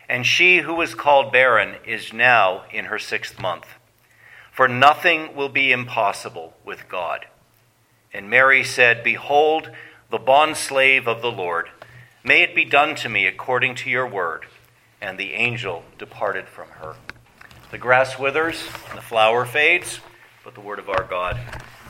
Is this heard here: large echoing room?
yes